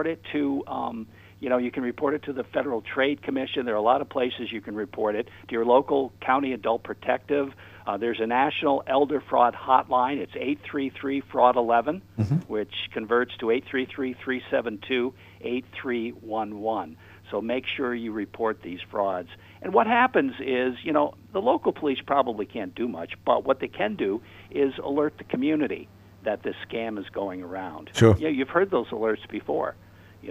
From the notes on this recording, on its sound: a father called